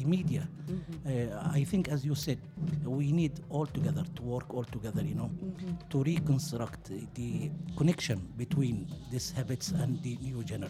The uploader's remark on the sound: Live from SHD 2023